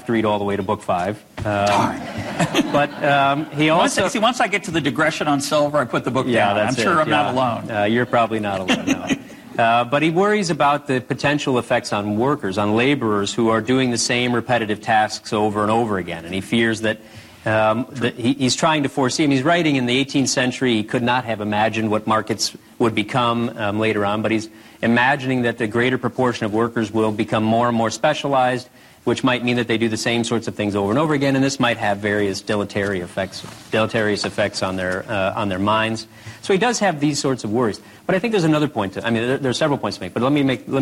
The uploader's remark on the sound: In front of a live audience at Ball State University.